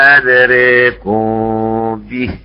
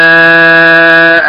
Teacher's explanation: قرأ بالإمالة أدريكم شعبة، وقرأ حفص بالفتح أدراكم هكذا